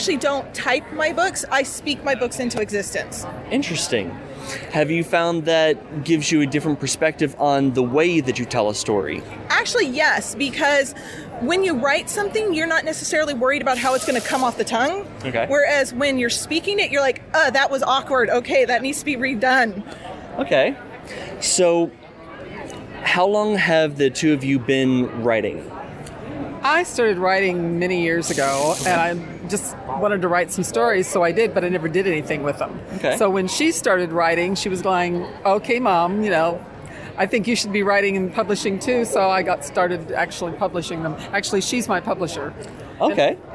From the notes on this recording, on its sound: As I was walking the floor at All-Con, I came across a table that intrigued me from the shear uniqueness of its appearance.